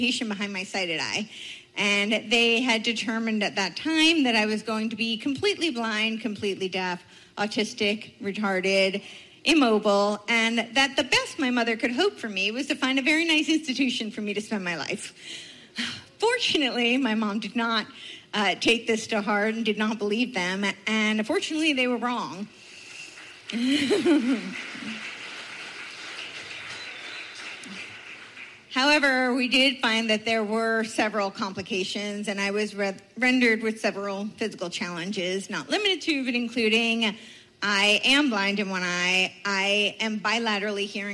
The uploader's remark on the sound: Speaks At Fall Freedom Fest.